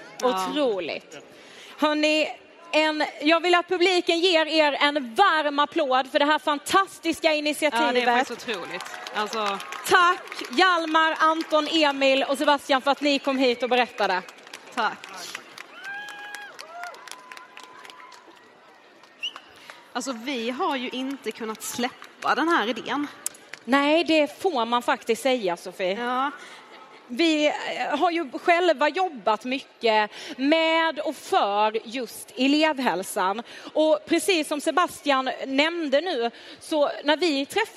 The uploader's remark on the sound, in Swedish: Livepodd från den 6 december 2023 i Avicii Arena.